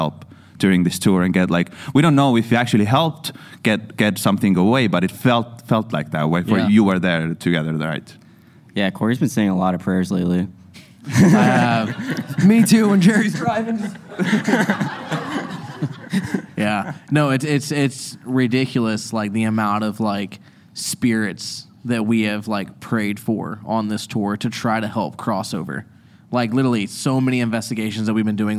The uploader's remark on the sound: LIVE from the USS Hornet. This episode was filmed in front of a live audience at the haunted USS Hornet in Oakland, CA on September 11, 2022.